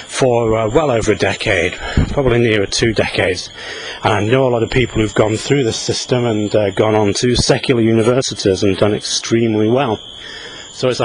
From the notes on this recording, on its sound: while out walking his dog